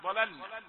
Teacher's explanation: طيب الأنعمت والمغضوب مع ضللنا، كثيرون في سورة السجدة يقول وقالوا أإذا ضللنا في الأرض، ضللنا يعني بين بين، يعني أنت لا تسمع لاما ونونا ولكن تسمع نونا مشددة